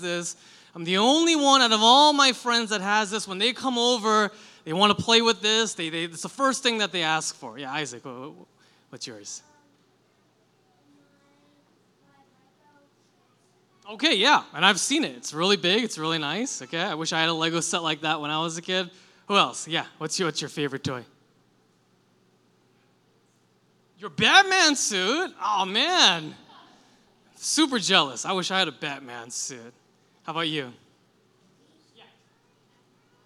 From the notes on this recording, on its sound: Delivered this sermon for our July 30, 2023, Sunday worship service. This service was a "Liberti Kids" Sunday and included a short kid-friendly sermon.